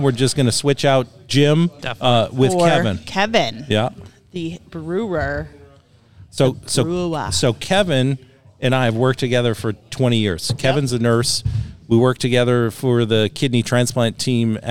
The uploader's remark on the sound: LIVE From Hopothecary Ales